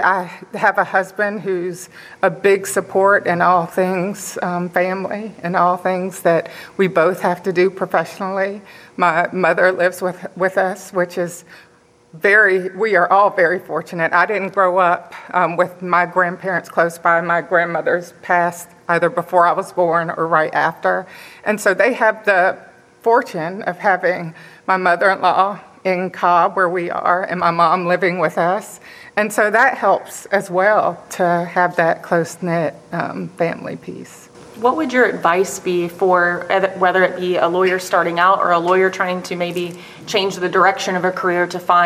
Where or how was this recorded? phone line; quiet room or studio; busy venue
busy venue